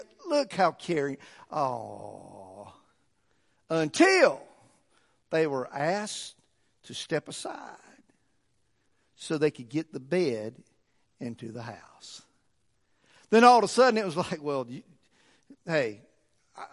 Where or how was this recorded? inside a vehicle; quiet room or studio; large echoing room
large echoing room